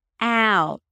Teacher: The out sound is basically the a as in cat, and then an u and a t. · IPA: aʊt